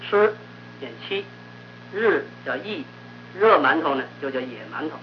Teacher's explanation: 胶东一带对卷舌音发不好